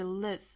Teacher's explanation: 这个 live 是松元音哈不要读成 leave